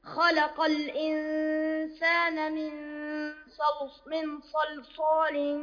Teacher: عندنا نون ساكنة وبعدها الصاد، والصاد من حروف الإخفاء الحقيقي